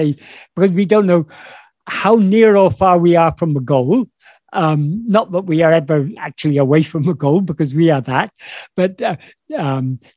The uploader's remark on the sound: In a Zoom meeting